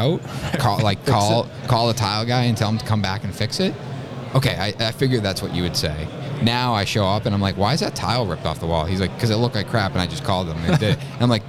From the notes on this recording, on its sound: LIVE from Buildertrend University